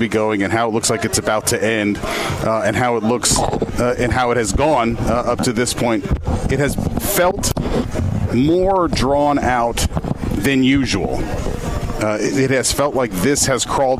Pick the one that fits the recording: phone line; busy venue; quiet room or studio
busy venue